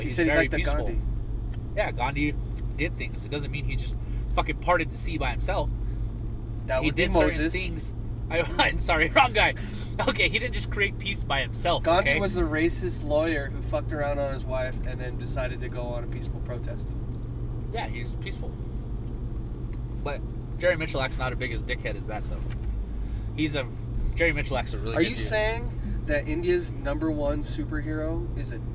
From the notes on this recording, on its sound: We're in a Truck. This week we decided to try and drive and record at the same time. We receive phone calls and lose track of what were talking about.